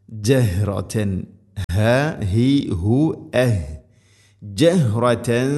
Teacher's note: ജഹ്ഹാഇൻ്റെ മഖ്റജ് തൊണ്ടയുടെ താഴേ ഭാഗം.